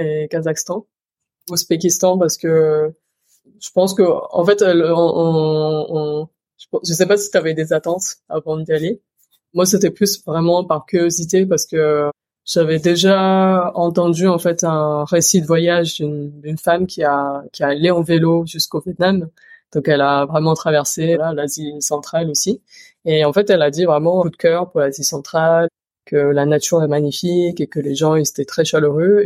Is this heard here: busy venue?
no